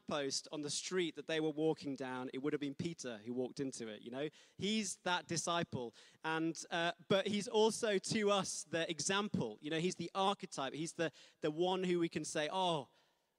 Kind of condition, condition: setting, large echoing room